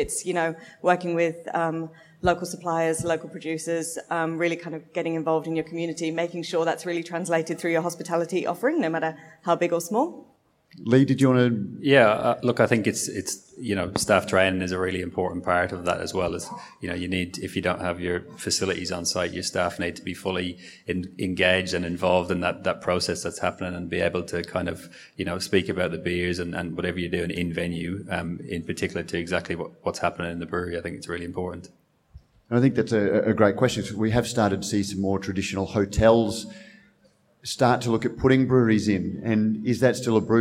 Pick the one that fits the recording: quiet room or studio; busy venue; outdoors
busy venue